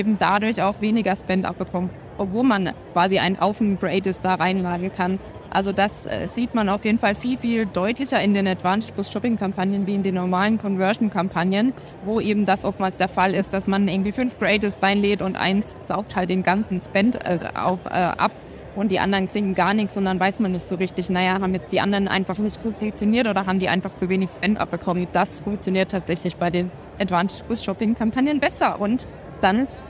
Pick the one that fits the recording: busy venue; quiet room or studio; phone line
busy venue